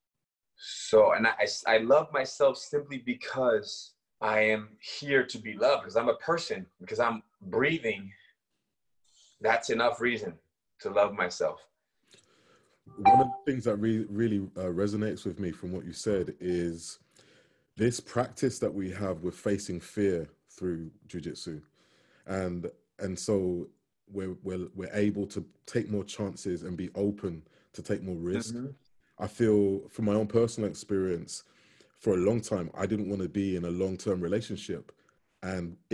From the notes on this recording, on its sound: From Live Private Zoom Session